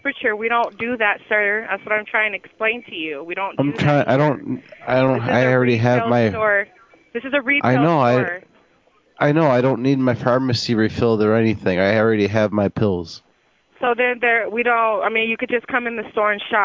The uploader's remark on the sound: This show contained prank telephone calls.